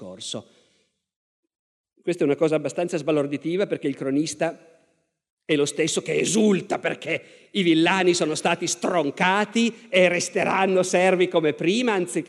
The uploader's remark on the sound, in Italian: Ecco la terza e ultima puntata dal Festival della Mente 2019.